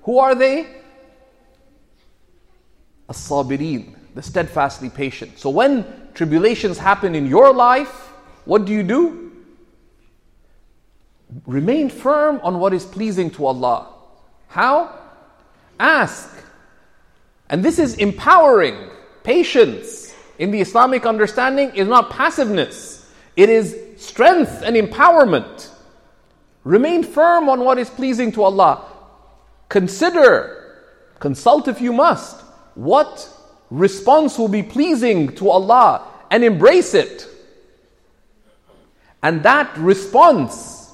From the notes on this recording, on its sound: This Friday khutba was delivered at Sayeda Khadija Centre in Mississauga.